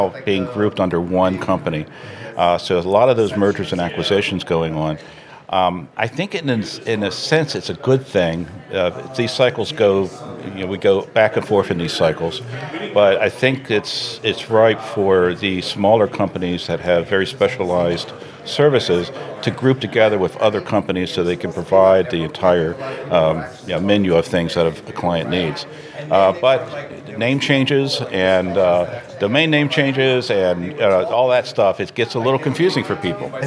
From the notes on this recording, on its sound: Live from SHSMD 2022. Live from the National Harbor in Maryland. Who shares field reporting from the annual Society for Healthcare Strategy and Market Development 2022.